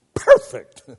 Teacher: just holding back before saying that P and then letting it explode gives it that intensity · Term: ictus